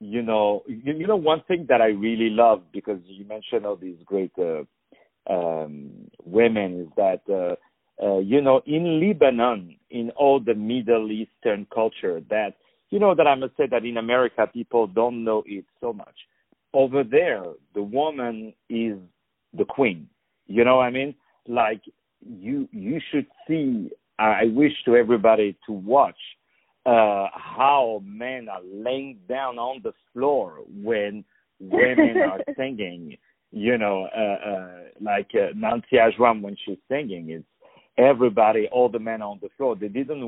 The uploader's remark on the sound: On the phone